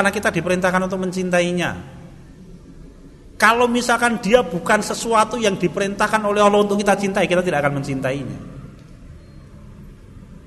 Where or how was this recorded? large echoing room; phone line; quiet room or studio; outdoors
large echoing room